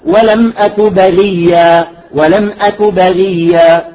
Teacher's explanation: الغين إذا كانت مكسورة لا تعطى التفخيم الكامل، لأن إذا كانت مكسورة تكون أدنى مراتب التفخيم.